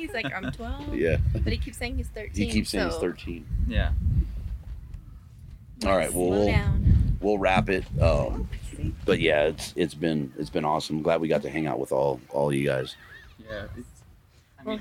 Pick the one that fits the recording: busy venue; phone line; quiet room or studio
busy venue